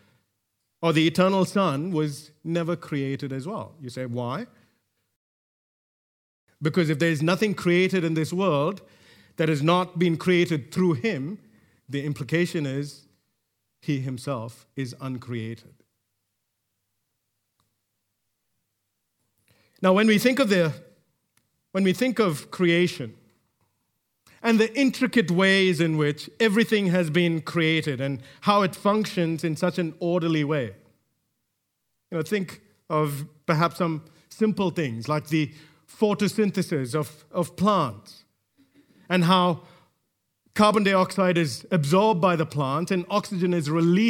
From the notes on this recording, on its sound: recorded live at Grace Community Bible Church